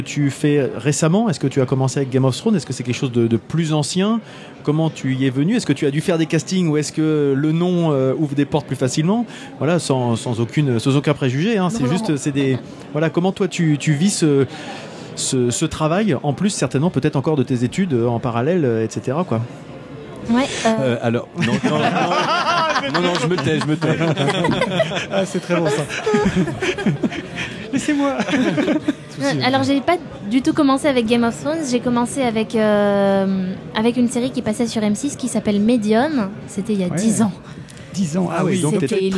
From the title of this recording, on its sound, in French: Au coeur de la convention du Fantastique de Rouen